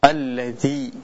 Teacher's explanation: Alladzi, nah ini namanya matabi yang hukumnya panjangnya dua harakat saja, tidak boleh dilebihkan · Term: mat tabi'i